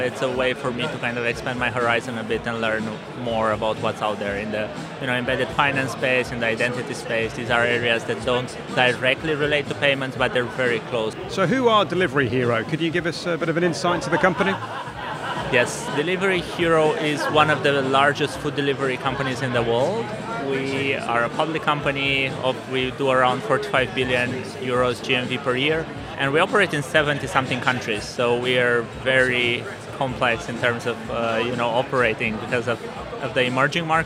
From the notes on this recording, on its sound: The third and final episode recorded at Fintech Talents. The event took place at The Brewery, London in November where we recorded a series of interviews from Andaria's booth with a number of the speakers and attendees.